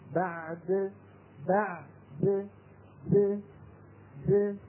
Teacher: بعد يحرص القارئ على أن يعطي العين حقها ثم بعد ذلك ينطق الدال مقلقلة بالتباعد بين طرفي عضو المخرج